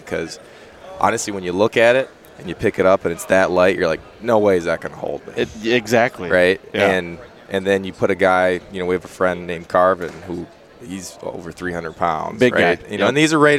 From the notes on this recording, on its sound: While down at the ATA show I caught up with the three owners of Latitude Outdoors